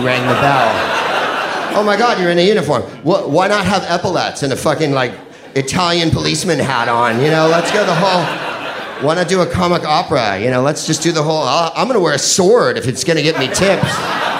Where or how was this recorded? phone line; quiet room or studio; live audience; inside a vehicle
live audience